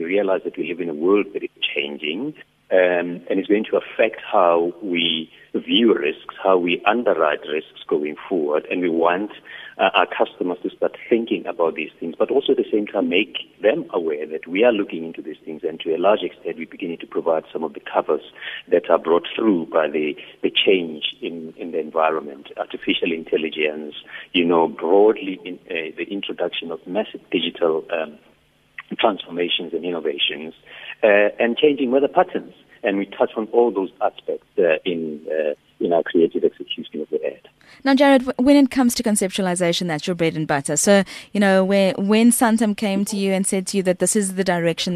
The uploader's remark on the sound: GUEST (Phone)